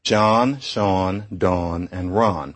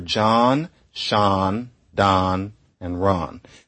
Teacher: What is written aw is pronounced ah by increasing numbers of people. · Shown in: second take